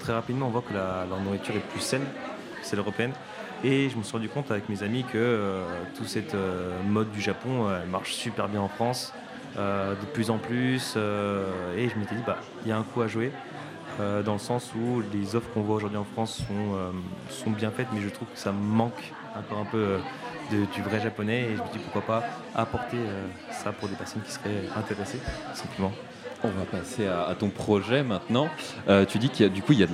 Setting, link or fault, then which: setting, busy venue